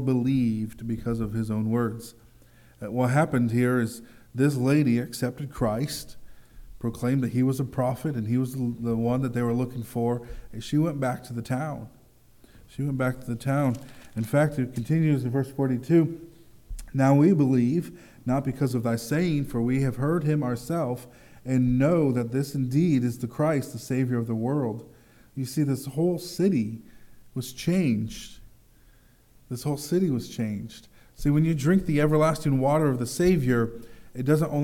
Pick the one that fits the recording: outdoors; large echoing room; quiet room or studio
large echoing room